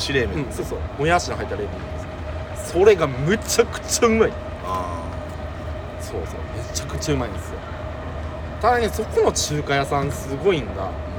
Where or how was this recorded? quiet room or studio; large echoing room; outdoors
outdoors